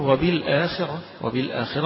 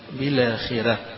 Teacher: والراء مفخمة عند الجمهور، لكن عند الأزرق عن ورش حيقرأها مرققة